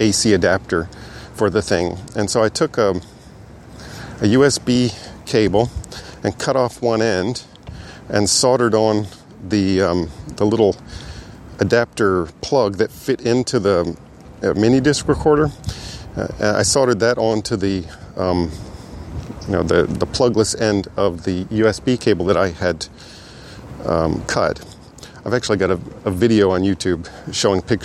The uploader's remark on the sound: This is a walking-and-talking response. The Sony Model ECM-MS957 (1996) Electret Condenser Middle-Side Stereo Microphone.